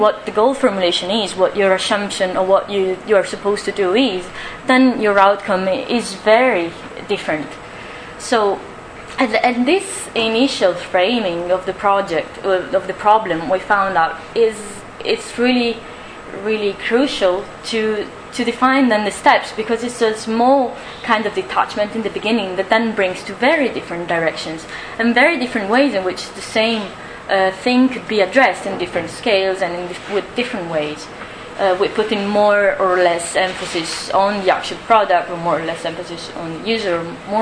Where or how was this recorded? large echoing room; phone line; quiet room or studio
large echoing room